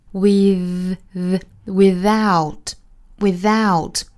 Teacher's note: 注意中间的 th 呢是咬舌的浊辅音